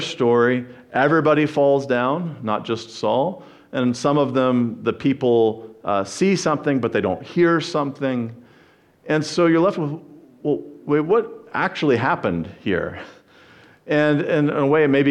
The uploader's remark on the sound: Sermon preached. At the First Baptist Church of Jackson, MI.